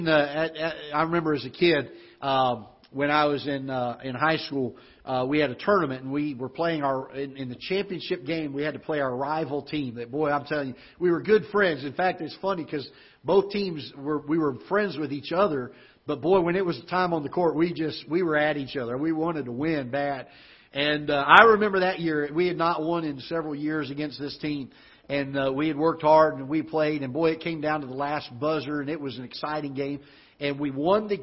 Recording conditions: large echoing room